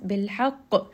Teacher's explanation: Qaf here is going to have qalqala.